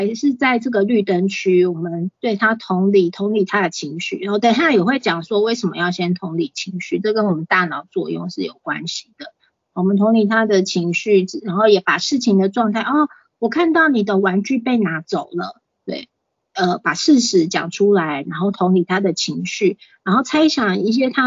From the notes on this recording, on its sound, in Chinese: 此為線上課程錄音檔！